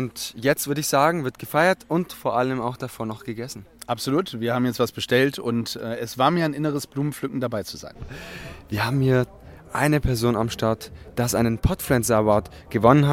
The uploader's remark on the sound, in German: Podfluencer Festival 2023: Interviews, Award-Verleihung und Eindrücke live vor Ort! (Live-Interview in der Episode).